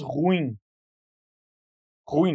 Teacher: A gente não diz ruim. Não é um hiato. Aqui se diz ruim.